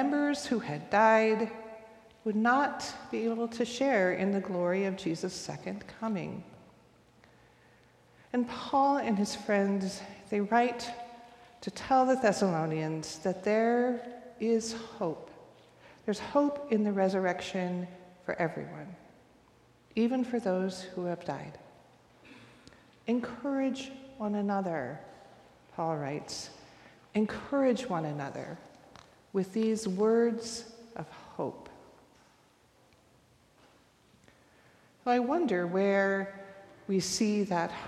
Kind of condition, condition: setting, large echoing room